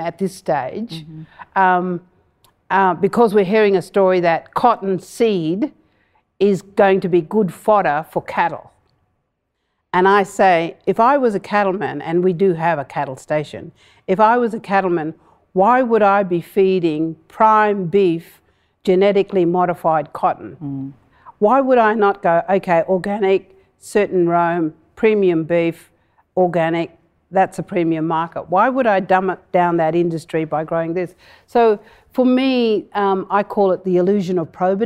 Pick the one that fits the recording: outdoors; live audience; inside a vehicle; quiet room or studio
live audience